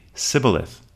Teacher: The Ephraimites, unable to pronounce the sh sound, say sibboleth, and thereby seal their own fate.